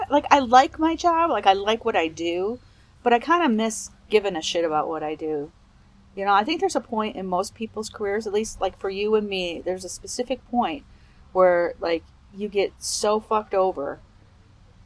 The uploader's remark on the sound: Recorded live at the golf course (er, overlooking the golf course).